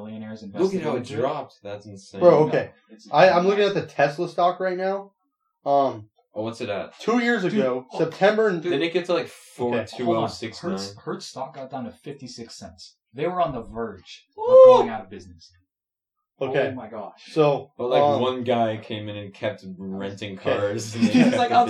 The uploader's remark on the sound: Sorry for the bad audio we had some mic trouble.